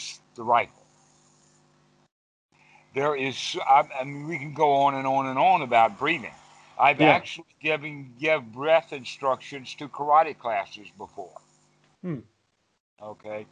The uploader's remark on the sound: skype calls